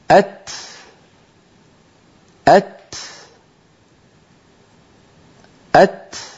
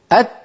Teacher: جريان النفس بعد انحباس الصوت في المخرج عند نطق الحرف الشديد المهموس · Shown in: first take · وذلك في الكاف والتاء. · Term: الهمس